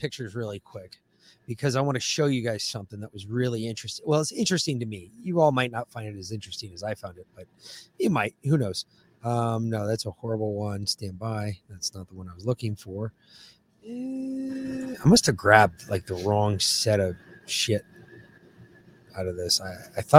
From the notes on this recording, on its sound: We were live at the Arizona Border